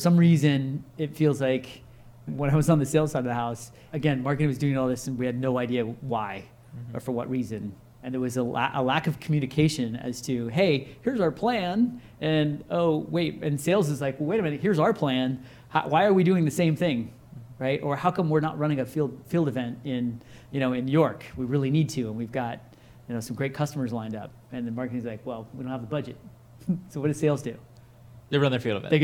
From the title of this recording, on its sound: Live at INBOUND16